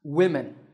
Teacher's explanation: This word is written with five letters and it's spoken with five sounds, but notice that both the O and the E are pronounced as short I sounds, women. This is because in English, the spelling and pronunciation of a word can be very different.